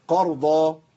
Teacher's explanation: وراء عندي مفخمة والقاف مفخمة تفخيم عالي يبقى الكلمة كلها قرضة صح كده مع تسكين الراء في النص.